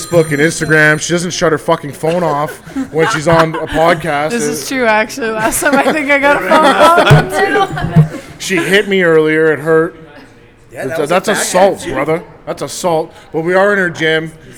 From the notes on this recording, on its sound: Live show today from Champs Gym for the KO Boxing 81 Press Conference